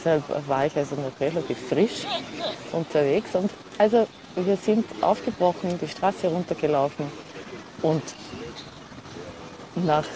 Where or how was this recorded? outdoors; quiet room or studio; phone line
outdoors